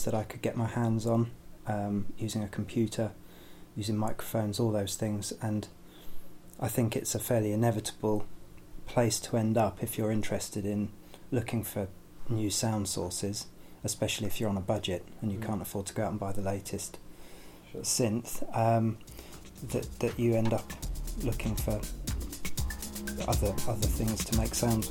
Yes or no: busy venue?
no